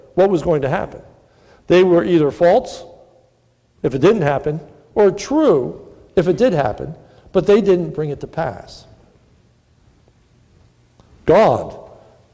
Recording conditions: large echoing room